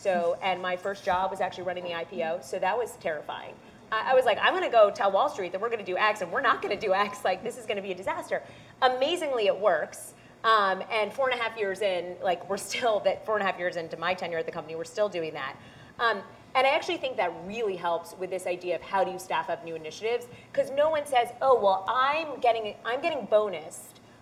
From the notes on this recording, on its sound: Reimagining Work Summit - Disruptors Panel. We share an exclusive panel of speakers at Catalant’s recent Reimagining Work Summit.